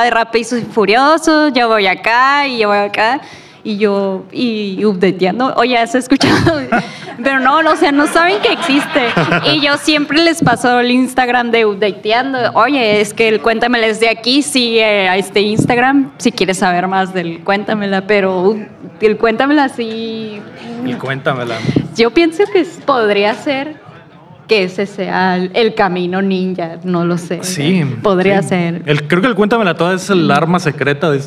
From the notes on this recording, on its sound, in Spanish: En Vivo desde la UPDACON 2023. Regresamos a grabar en vivo desde Mexicali BC, frente a nuestra gente.